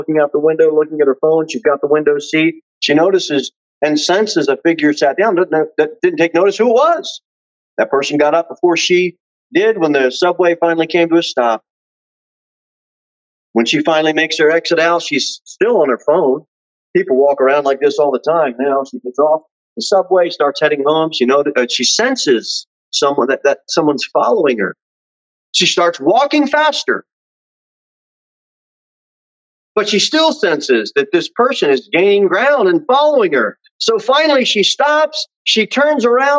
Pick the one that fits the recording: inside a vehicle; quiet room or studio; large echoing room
large echoing room